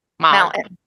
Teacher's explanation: You just say mountain without the T.